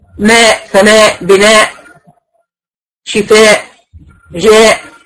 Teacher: حرف المد ضعيف وفيه صفة الخفاء، والهمزة شديدة مجهورة ثقيلة في النطق · Term: المد المتصل